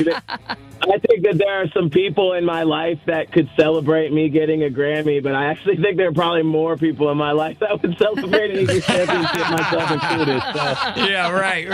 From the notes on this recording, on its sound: Calls In For One's Gotta Go!